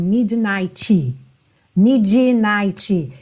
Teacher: a gente tem um D ali no meio, que é uma consoante oclusiva. Mid.